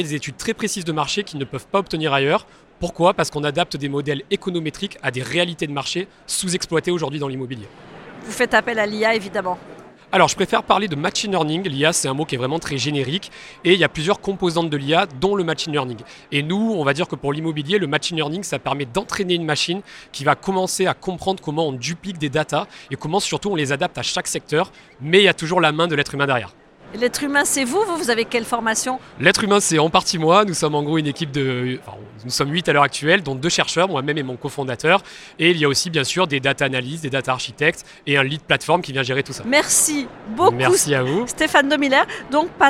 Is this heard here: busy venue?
yes